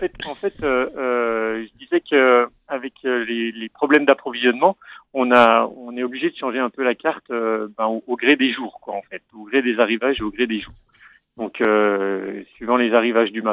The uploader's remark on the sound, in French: Il est avec nous au téléphone pour nous en parler.